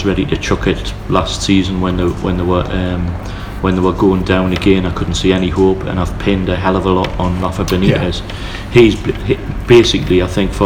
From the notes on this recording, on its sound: thank you to Nine Bar for allowing us to record